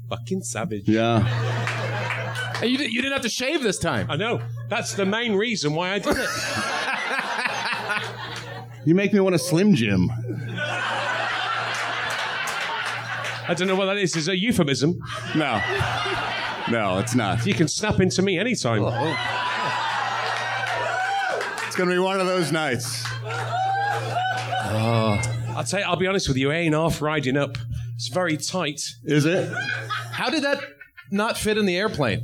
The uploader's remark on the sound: It's THE … REPORT LIVE on-stage at the world famous Improv comedy club in Hollywood. Doing the show in front of a sold-out crowd of … members!